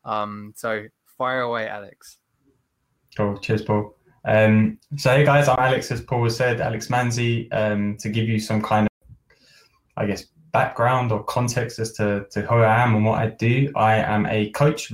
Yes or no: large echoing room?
no